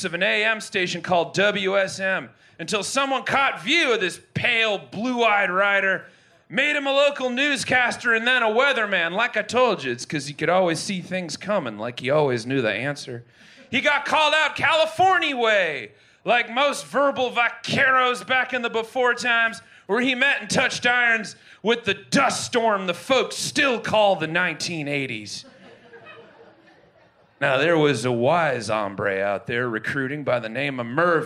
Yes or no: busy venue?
yes